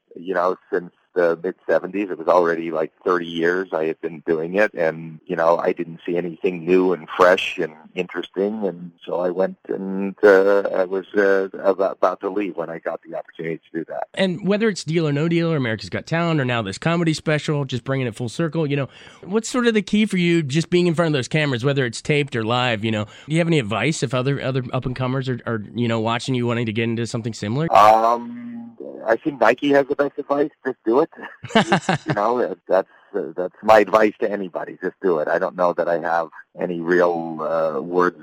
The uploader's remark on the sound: when he called